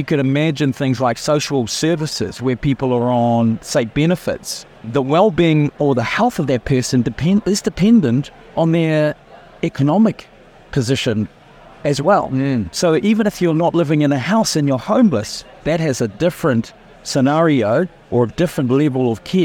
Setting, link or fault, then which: setting, busy venue